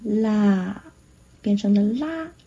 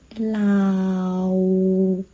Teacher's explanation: 那个嗷没有把口腔的动作做完整，就变成了啦 · Shown in: first take